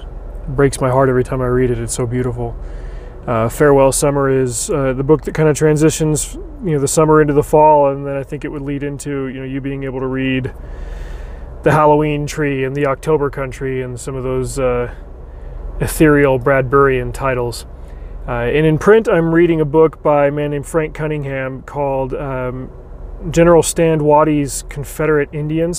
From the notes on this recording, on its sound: New mic. I can finally start recording in my dingdang car again.